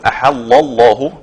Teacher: واللام الثالثه والرابعه مفخمه مفخمه طبعا لاسم الجلال